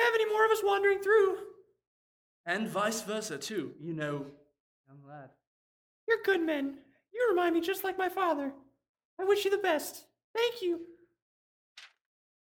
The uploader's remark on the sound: Originally Recorded Live at Packrat Comics